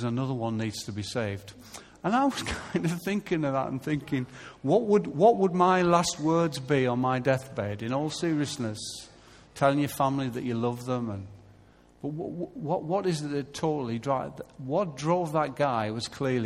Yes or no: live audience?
yes